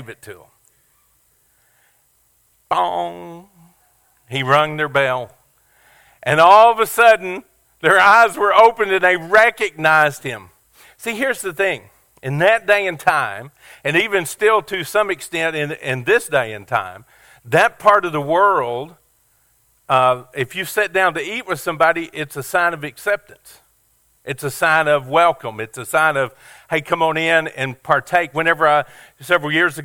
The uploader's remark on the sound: Sermon audio from our Easter Service at Family Worship Center.